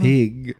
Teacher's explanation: G wird als K ausgesprochen, ist so. · Term: Auslautverhärtung